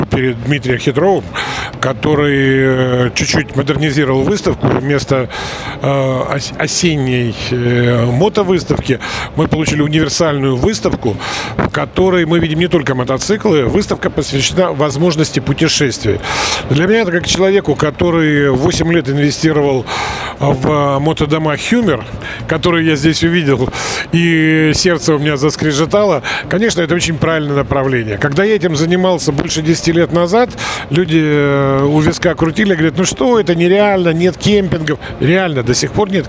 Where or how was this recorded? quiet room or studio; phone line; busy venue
busy venue